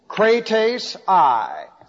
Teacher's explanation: First, a dactyl, one long, two short.